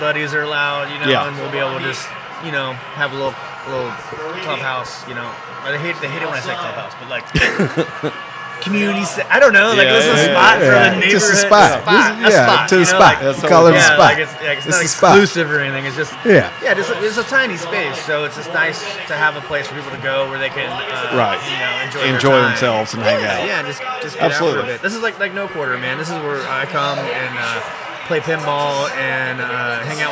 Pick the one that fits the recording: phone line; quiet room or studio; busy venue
busy venue